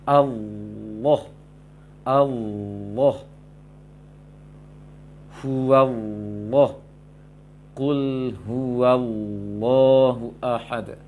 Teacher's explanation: Allah bukan di bibir ya, tetapi di lisan. Itu tafkhim.